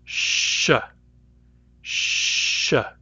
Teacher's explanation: it's made just a little further back than S · Term: sh sound